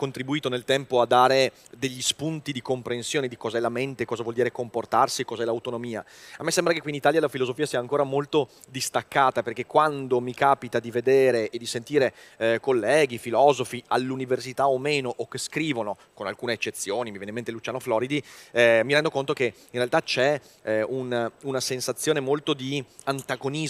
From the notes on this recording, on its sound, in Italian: Al Web Marketing Festival ho cogitato.